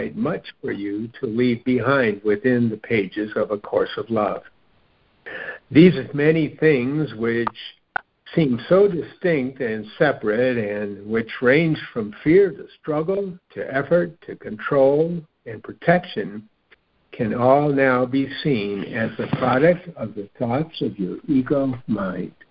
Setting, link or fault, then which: link, phone line